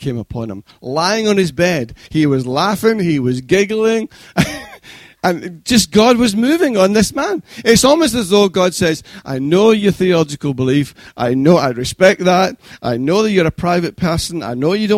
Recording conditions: large echoing room